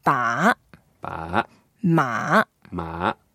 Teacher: The third tone falls and then rises again